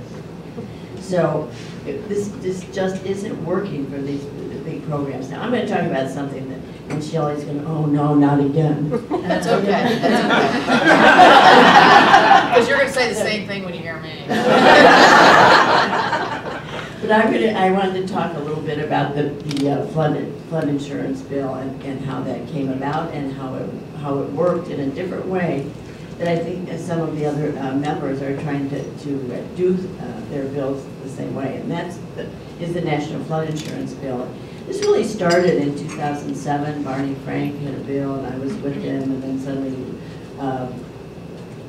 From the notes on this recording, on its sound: WASHINGTON, DC – The Ripon Society hosted a breakfast discussion with three Republican women serving in the U.S.